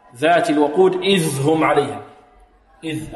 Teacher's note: الذال هنا من طرف اللسان مع طرف الثنايا العليا